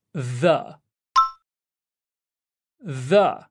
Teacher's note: There is a slight buzzing sound carried through the sound the. · Term: TH sound